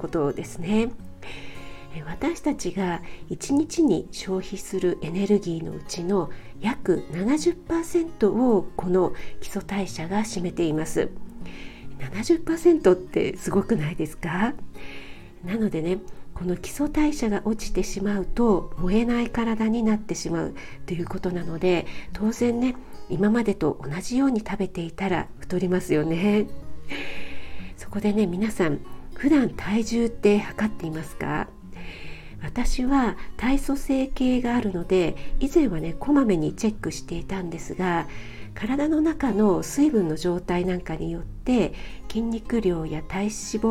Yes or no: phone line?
no